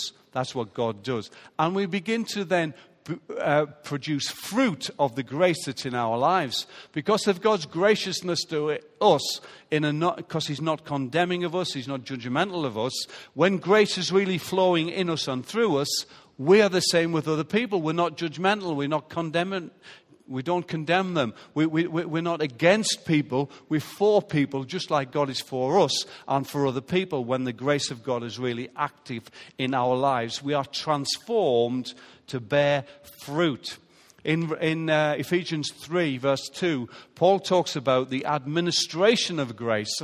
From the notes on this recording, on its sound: Recorded live at Life Church on Sunday 9th April 2017.